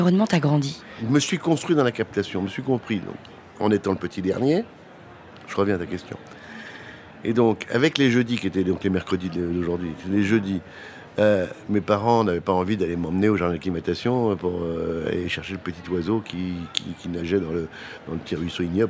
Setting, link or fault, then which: setting, busy venue